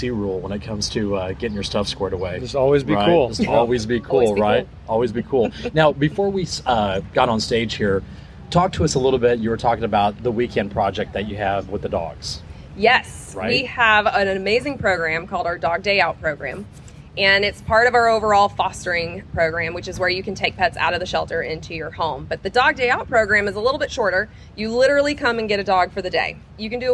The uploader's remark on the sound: LIVE! from Boulevardia Festival 2023